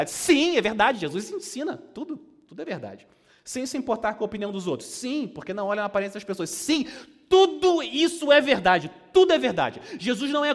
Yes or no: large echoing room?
yes